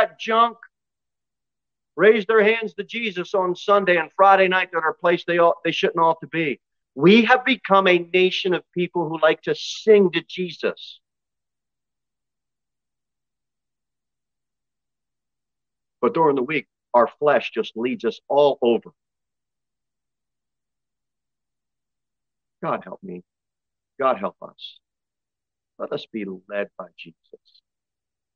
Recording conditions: large echoing room